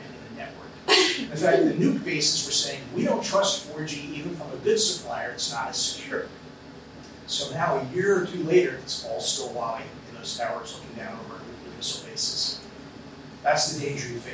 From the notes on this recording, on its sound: We apologize for the drop in sound quality at the end of the Q&A. This event took place at The Institute of World Politics on September 1, 2022.